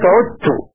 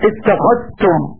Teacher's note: فقرأ أبو جعفر بإدغام الذال في التاء من كلمة عدت وكلمة اتخذتم ونظائرها